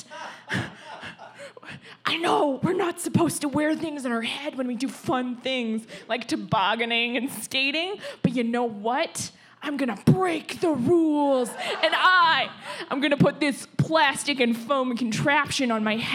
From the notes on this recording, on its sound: A very special episode recorded with a live audience at ThunderProv, a bi-weekly improv theatre show put on by the improv theatre company, Sorry Not Sorry.